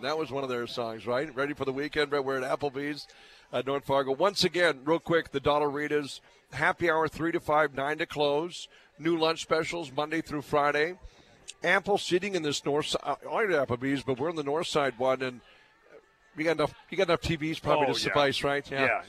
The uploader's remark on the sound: broadcasting live from the north Fargo Applebee's location